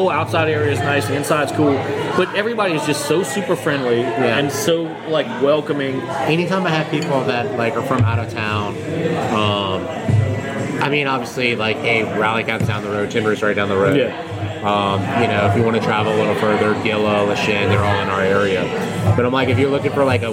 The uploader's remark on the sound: at Cypress Coast Brewing in Baton Rouge